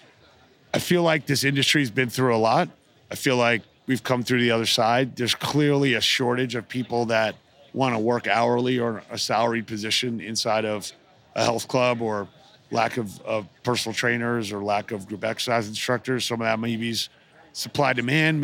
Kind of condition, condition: setting, busy venue